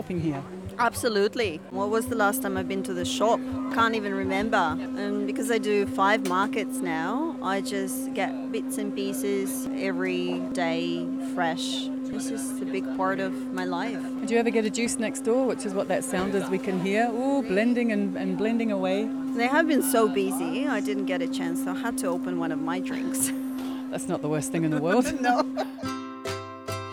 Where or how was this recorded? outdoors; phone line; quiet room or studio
outdoors